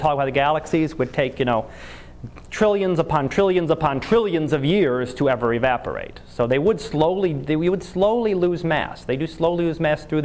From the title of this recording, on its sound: Live Class Lecture